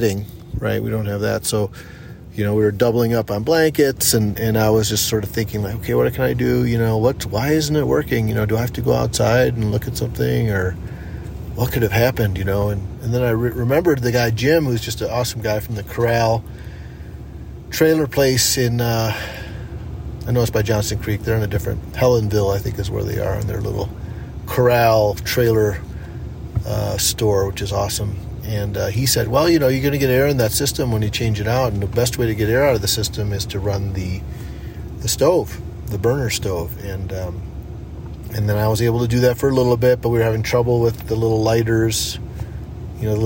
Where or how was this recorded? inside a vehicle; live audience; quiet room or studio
inside a vehicle